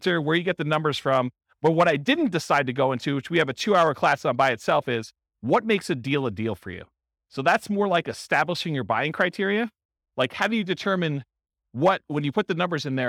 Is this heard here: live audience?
yes